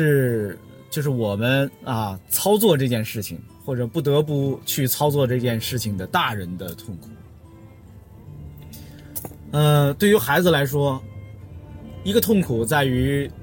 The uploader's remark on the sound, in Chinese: 本期「红灯区」节目还是在车内、在满是红灯的拥堵道路上录制。一刀未剪，一句没落。